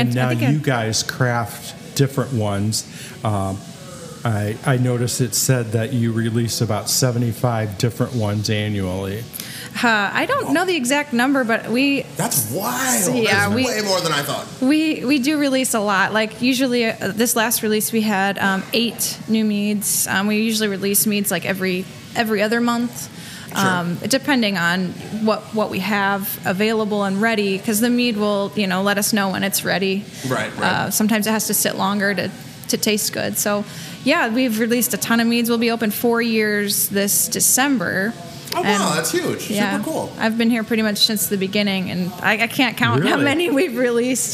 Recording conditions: busy venue